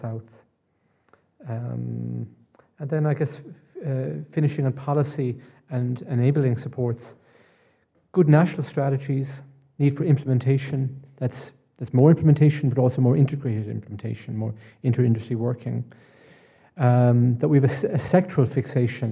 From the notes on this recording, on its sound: A recording of a rural stakeholder event on economic development in rural Ireland, hosted by NUIG. Organised by the RIA Social Sciences Committee in collaboration with the Department of Rural and Community Development.